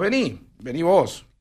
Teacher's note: acentuamos la última sílaba cuando usamos vos.